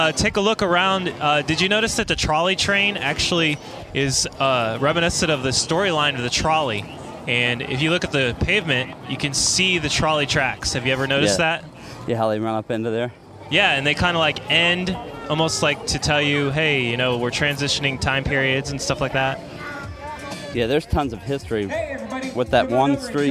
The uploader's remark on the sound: Live in Hollywood Studios- Disney World. This week we'll bring you a live recording from inside Disney's Hollywood Studios. Travels around the park. Interacts over Skype. We talk about many park details and catch many sounds.